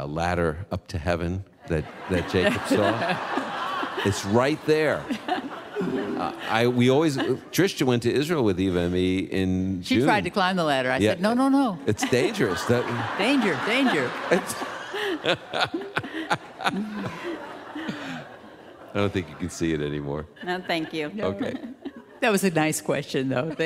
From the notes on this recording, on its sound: On the Road in Indy. Open Line comes to you via Castleview Church in Indianpolis this weekend. Our live audience asks their questions.